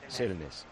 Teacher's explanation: tú abres la boca como si vas a pronunciar una A, pero dices una E. O sea, es como si se pronuncia una E, vale.